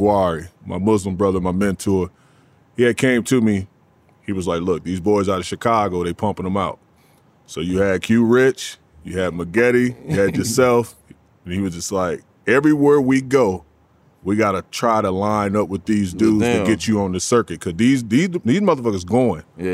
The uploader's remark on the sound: We live on location from XS Nightclub at Wynn Las Vegas.